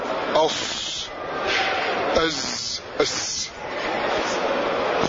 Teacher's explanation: هذه حروف ثلاثة تخرج من رأس اللسان ومن فوق الثنايا السفلى مع إبقاء فرجة قليلة ليخرج هذا الصوت الذي سيأتي في باب الصفات الصفير، لأن الصفير صفة لازمة لها، الصاد والزاي والسين، فمخرجه الثلاثة من محل واحد، أص أز أس. · فإذا هذه الثلاثة وهي الصاد والزاي والسين مخرجها من مكان واحد وهو من رأس اللسان ومن فوق الثنايا السفلى مع إبقاء فرجة قليلة